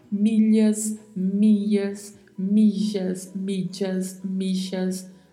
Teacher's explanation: esse duplo L pode ter várias pronúncias a depender da região. Pode ser pronunciado com som de LH, de I, de J, de DJ, de X.